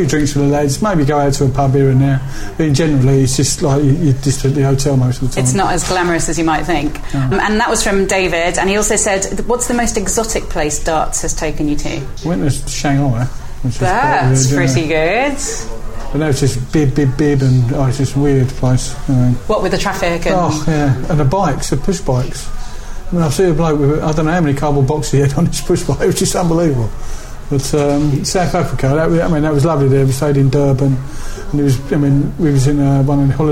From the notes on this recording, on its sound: mutual local pub, Blackheath’s The Royal Standard